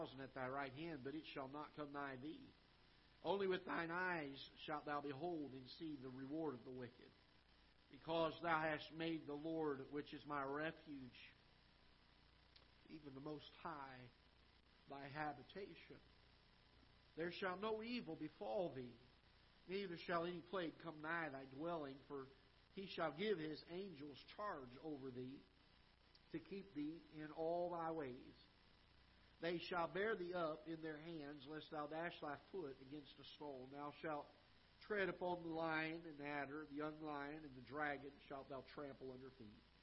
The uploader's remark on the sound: Ketha Heights Baptist Church ~ Live Broadcast